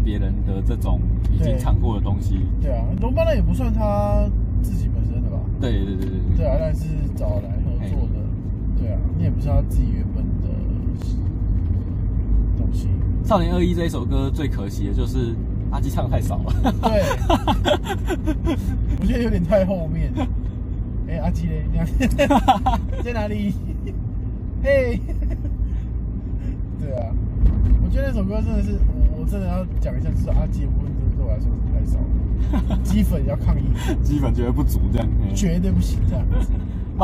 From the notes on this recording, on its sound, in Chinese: 錄音地點：AM車上